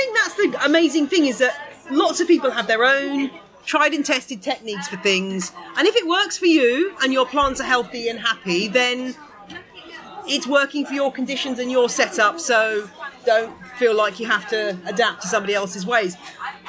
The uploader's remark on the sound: A live episode of On The Ledge recorded at the inaugural Cactusworld Live event. Organised by the British Cactus and Succulent Society ( BCSS ).